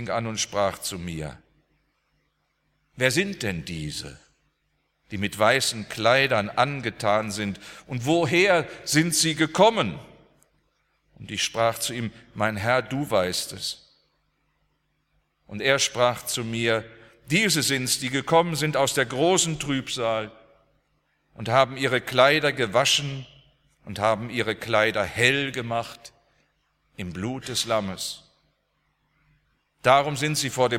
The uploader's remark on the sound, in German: aus dem Gottesdienst der Liebenzeller Mission